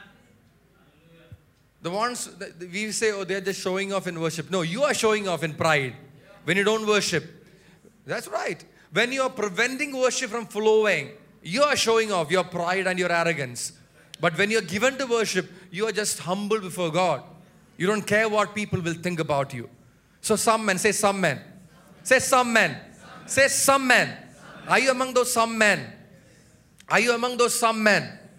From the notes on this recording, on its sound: Preached at Sunday Service. At Revelation Church.